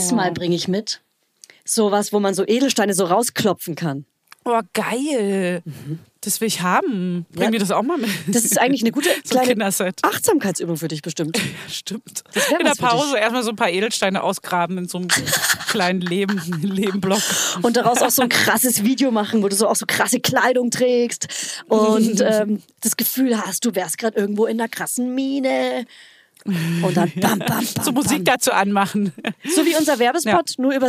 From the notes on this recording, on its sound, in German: wenn wir uns am Telefon updaten